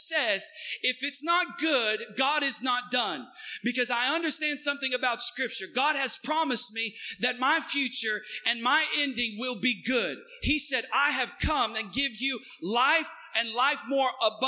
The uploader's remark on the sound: Recorded on 2016-06-19 at the 08:30 Service.